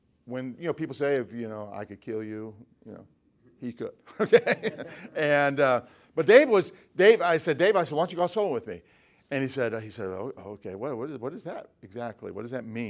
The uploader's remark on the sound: From the Spiritual Leadership Conference - Lancaster Baptist Church